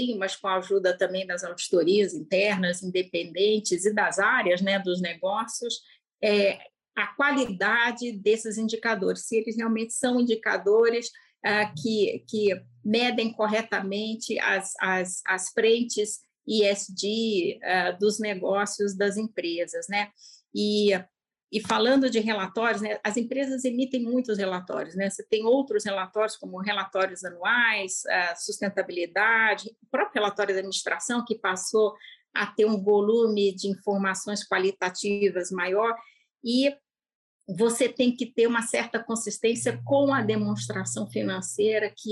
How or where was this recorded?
video call